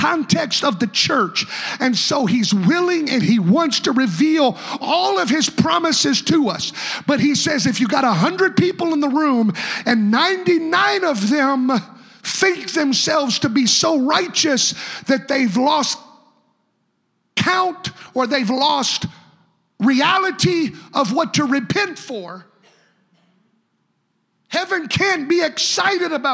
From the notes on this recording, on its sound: a service recording from Connect Point UPC